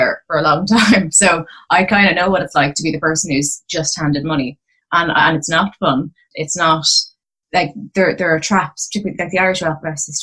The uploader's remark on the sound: Recorded: ZOOM (London – Dublin).